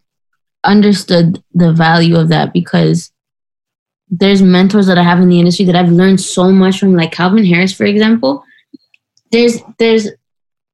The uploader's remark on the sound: While at home in Toronto. Jumped on a Zoom call.